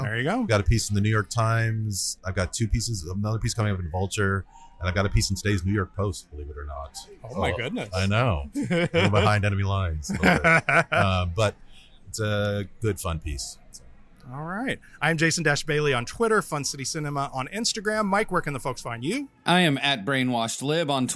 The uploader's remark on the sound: We're back with another episode (recorded) live from SXSW in Austin, Texas.